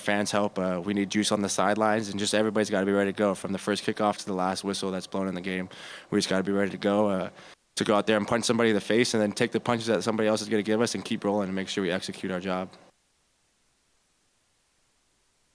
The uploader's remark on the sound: Postgame Press Conference